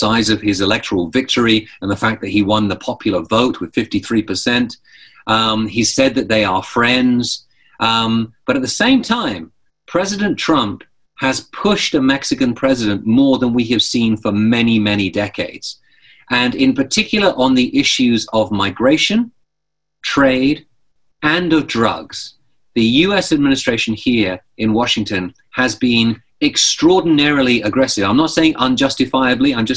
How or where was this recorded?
video call